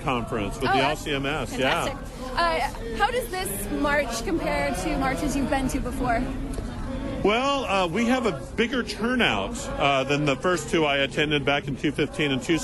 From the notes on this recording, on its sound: The Coffee Hour went on the road to the 2019 March for Life in Washington, D.